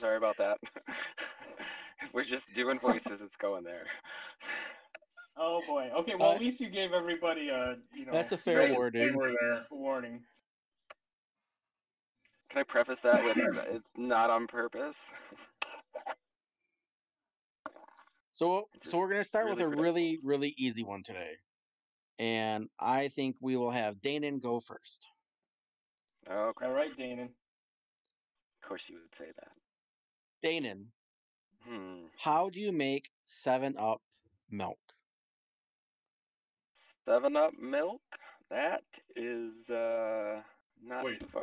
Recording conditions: distortion